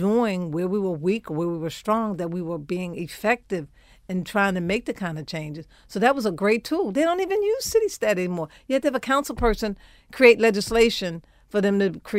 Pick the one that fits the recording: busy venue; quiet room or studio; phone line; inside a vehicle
quiet room or studio